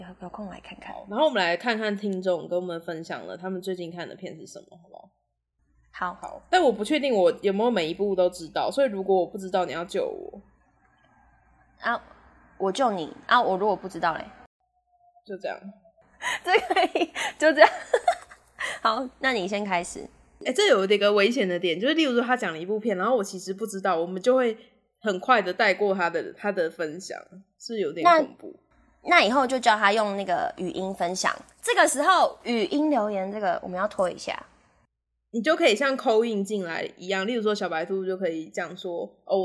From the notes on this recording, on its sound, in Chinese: 直播節目會有一些現場音或不可抗力干擾請大家原諒我們QQ。這集是之前錄的，有些聲音銜接還是挺明顯的。目前是在Wave語音直播平台播出。